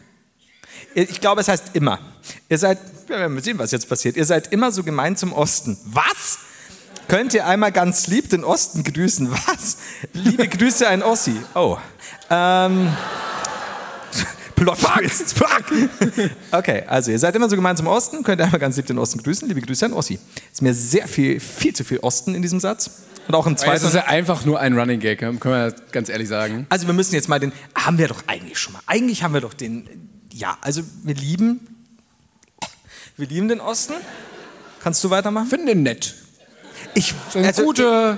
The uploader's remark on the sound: Live in Bonn